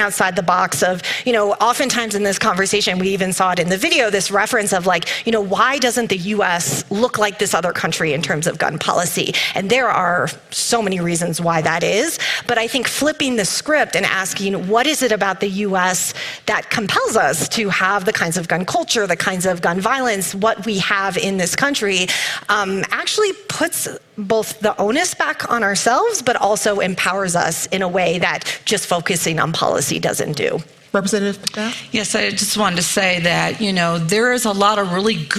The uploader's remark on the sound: at the 2023 Aspen Ideas Festival